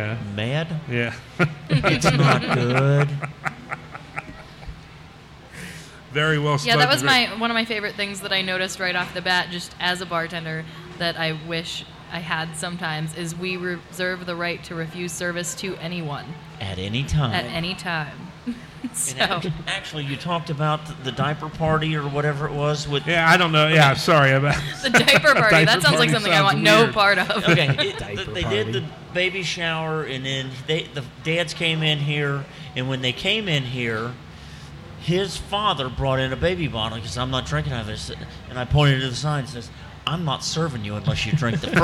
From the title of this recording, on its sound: The Old Firehouse Brewery, Live!